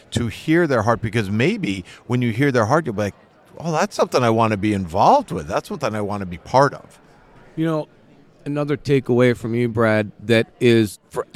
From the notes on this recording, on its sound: On the Road. Live at NRB 2023 (National Religious Broadcasters Convention).